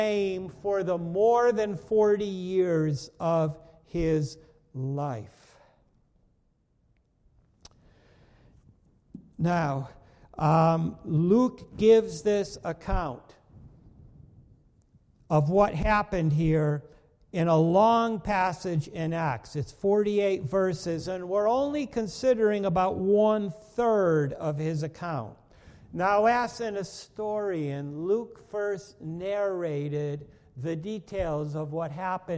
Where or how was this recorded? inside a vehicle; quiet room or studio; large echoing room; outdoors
large echoing room